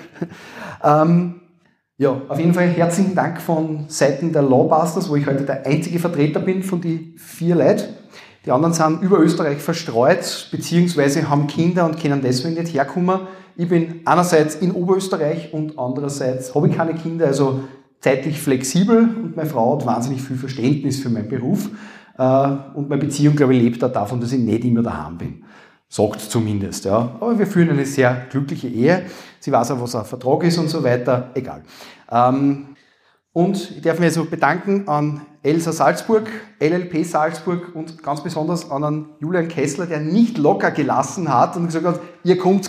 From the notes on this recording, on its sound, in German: Dies ist die Aufnahme der Veranstaltung. (5020 Salzburg, Kapitelgasse 4-6). Dies war der Tourstart der aktuellen LawBusters Tournee.